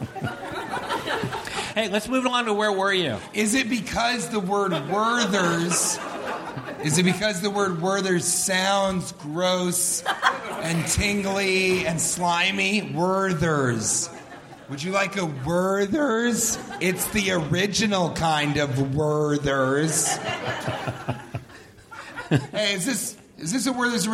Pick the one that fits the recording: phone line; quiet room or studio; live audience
live audience